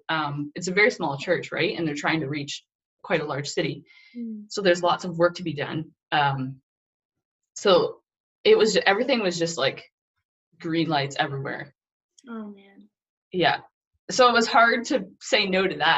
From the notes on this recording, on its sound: First Zoom interview was more than a success!